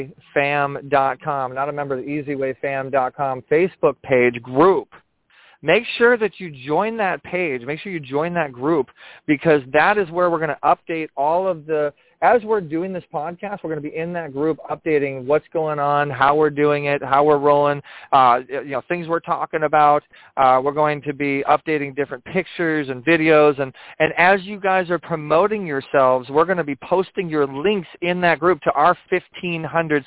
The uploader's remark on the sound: This is a call in podcast. This podcast is broadcasted live on Blog Talk Radio and then put on IHEART Radio via the eZWay Network.